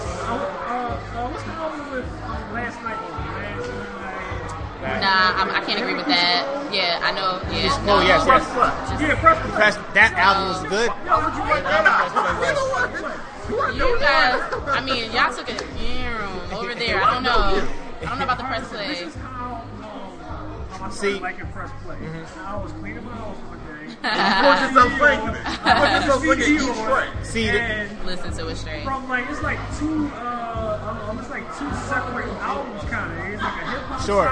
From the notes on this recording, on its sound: The best moments from our live broadcast from the monthly networking event Arts, Beats, &#38; Eats which was held on May 6th, 2012. The best moments from our live broadcast from the monthly networking event Arts, Beats, & Eats.